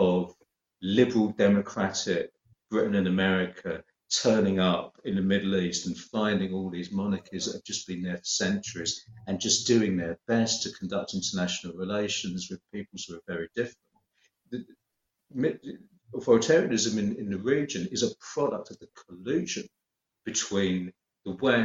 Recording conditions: video call